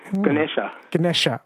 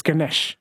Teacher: They delete the A's. So the A at the end is pronounced like a schwa, Ganesha. · Shown in: first take